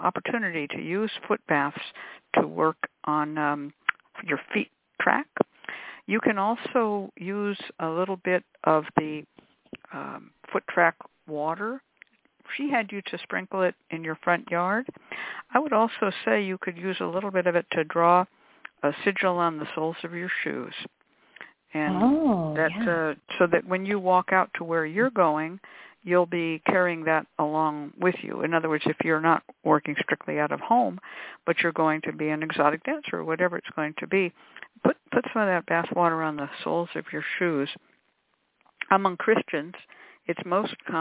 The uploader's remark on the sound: a real, live call-in show